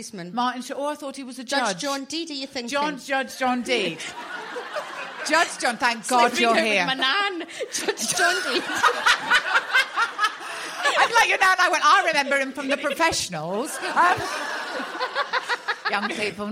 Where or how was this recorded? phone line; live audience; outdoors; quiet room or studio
live audience